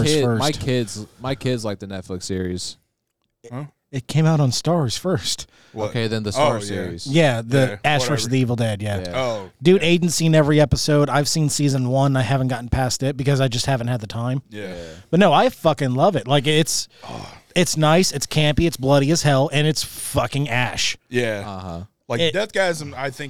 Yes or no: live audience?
no